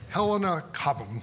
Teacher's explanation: I swallow the last syllable in a very understated English sort of way